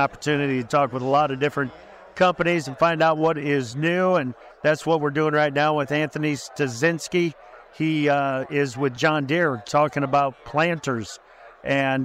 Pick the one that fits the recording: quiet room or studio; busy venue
busy venue